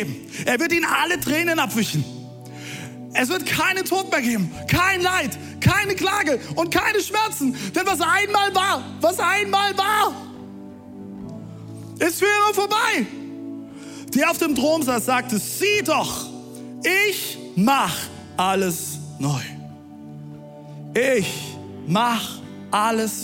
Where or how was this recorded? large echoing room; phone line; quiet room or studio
large echoing room